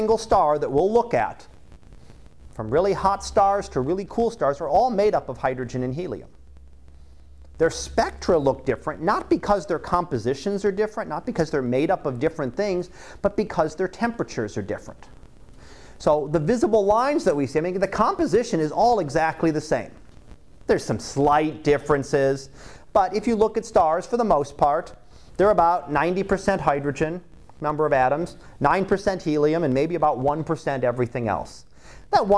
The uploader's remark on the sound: Live Class Lecture